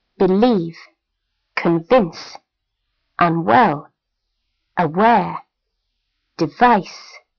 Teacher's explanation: Read these two-syllable words and stress the second syllable.